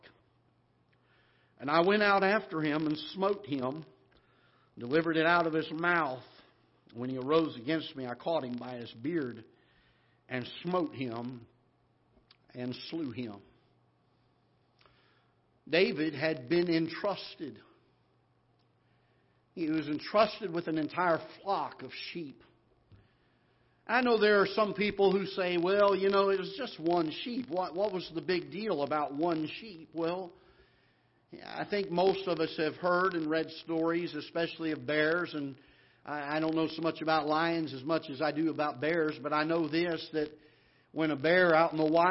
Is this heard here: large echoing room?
yes